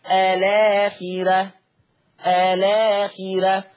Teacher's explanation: شوف اللام ساكنة الآخرة، هنقل حركة الهمزة للام فتصير الآخرة الآخرة. · Term: النقل